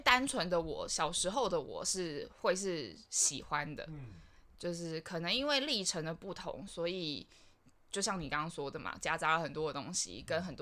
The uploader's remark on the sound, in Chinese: 收音有回音，別開太大聲！